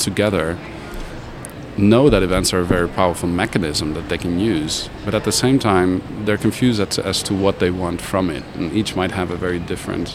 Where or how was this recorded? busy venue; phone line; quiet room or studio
busy venue